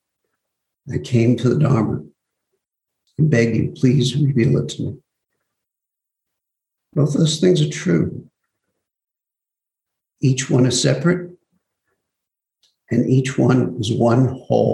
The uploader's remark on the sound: Zoom Broadcast